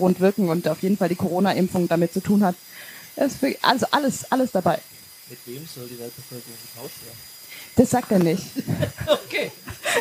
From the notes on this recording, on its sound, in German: haben wir diese Folge vor über 30 Leuten aufgenommen